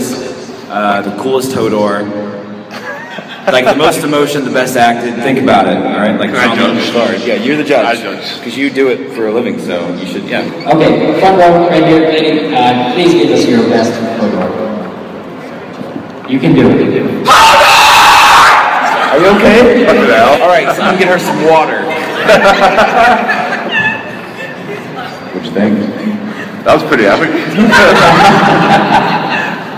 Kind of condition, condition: setting, live audience